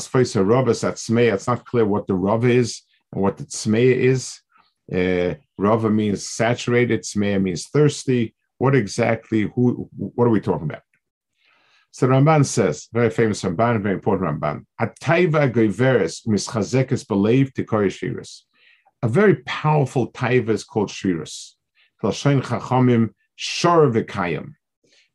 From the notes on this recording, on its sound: This shiur take place over Zoom on Motzei Shabbos.